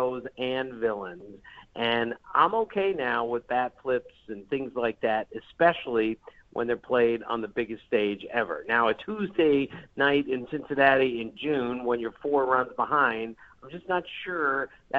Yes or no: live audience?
no